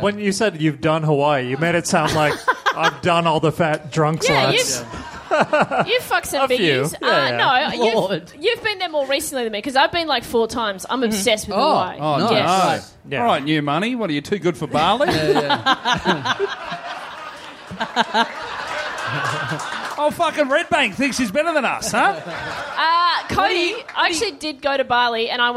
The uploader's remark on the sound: HOBART! We're heading down for the first time for a live show in a small venue.